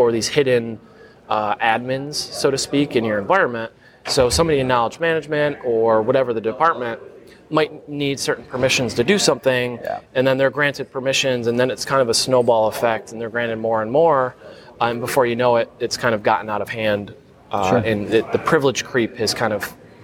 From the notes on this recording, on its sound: Live at LegalSec22. Coming at you LIVE from LegalSec22 in San Antonio Texas.